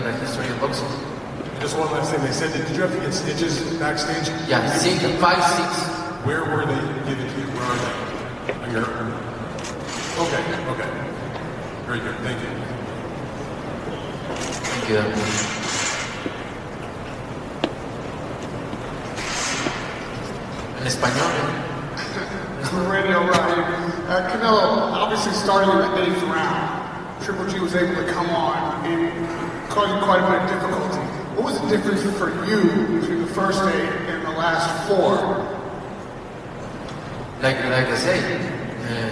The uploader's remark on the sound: Post Fight Press Conference